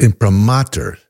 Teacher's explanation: accent on the third syllable